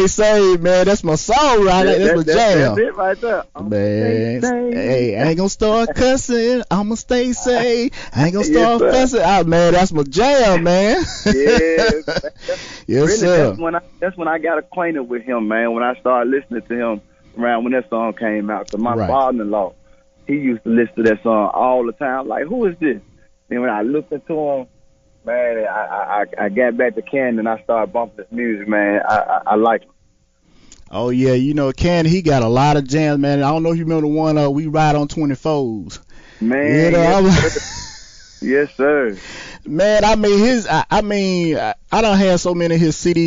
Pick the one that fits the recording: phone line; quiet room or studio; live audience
phone line